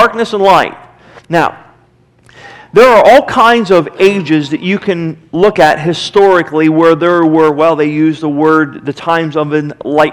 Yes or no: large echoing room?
yes